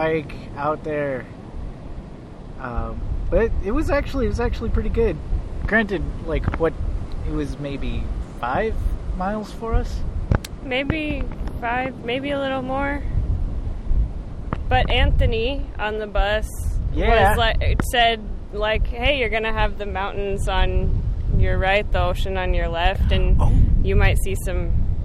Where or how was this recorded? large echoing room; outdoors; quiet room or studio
outdoors